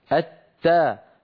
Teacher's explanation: من طرف اللسان ومن أصول الثنايا العليا، ولكن من غير ارتفاع لأقصى اللسان · Term: الدال والتاء